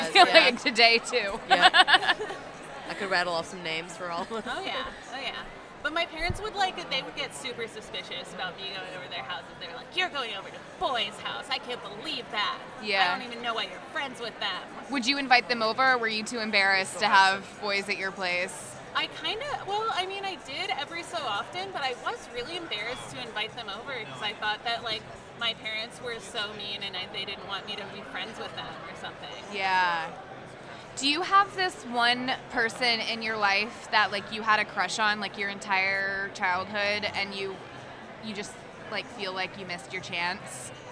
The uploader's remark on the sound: Live from INTERNET YAMI-ICHI